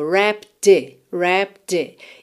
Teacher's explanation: wrapped it juntou com D mesmo